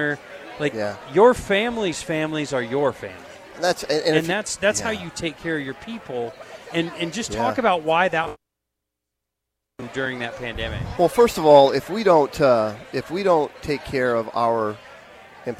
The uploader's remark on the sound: LIVE from Lincoln Airshow.